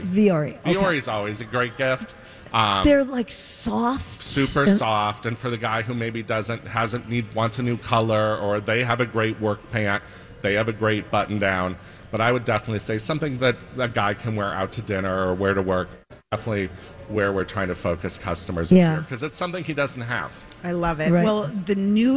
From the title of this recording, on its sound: Live form the Galleria